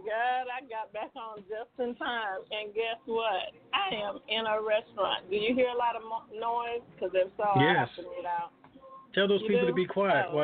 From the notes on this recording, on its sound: TNTSuperfantastic Conference Call